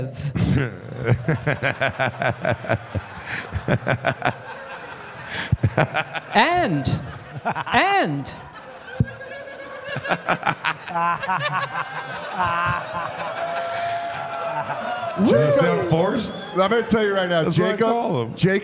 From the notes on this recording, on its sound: The Bonfire at Skankfest Vegas. Skankfest returns to Las Vegas along with the Bonfire- live before a frenzied audience!